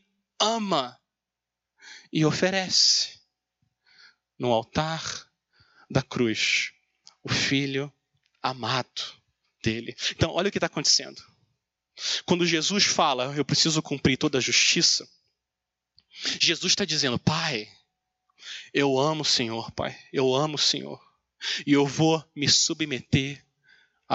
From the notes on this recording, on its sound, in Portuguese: Mensagem gravada na Igreja Batista Jardim Minesota